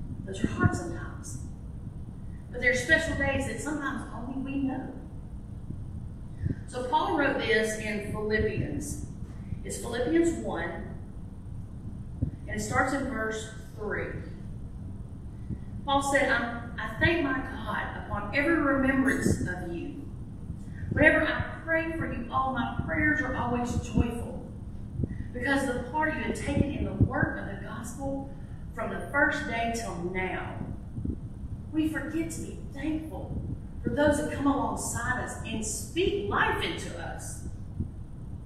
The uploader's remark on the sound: This was my last sermon delivered at Ashville First Methodist Church on May 28, 2023.